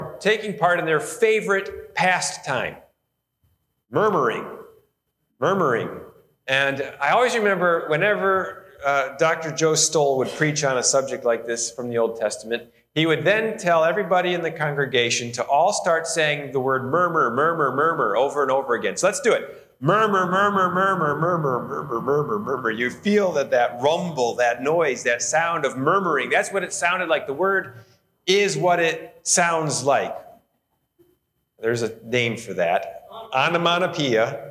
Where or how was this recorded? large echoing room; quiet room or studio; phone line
large echoing room